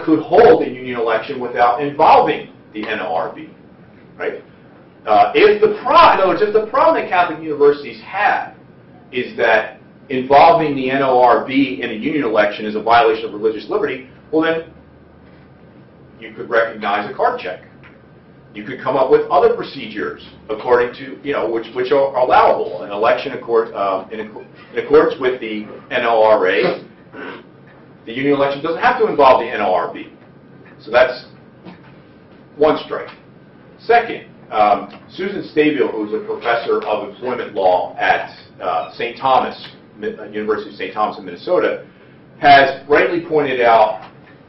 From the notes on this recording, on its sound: delivers the keynote speech at the AAUP Conference